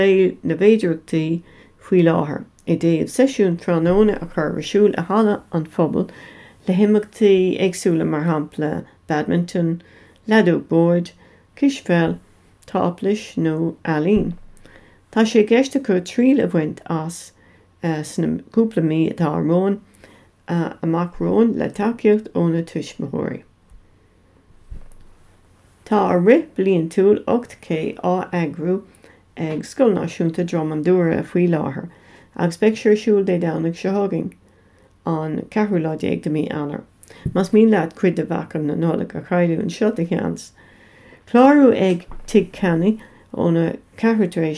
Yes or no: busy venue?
no